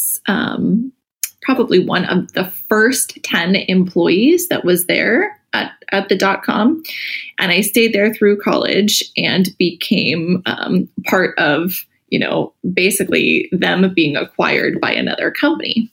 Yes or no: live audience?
no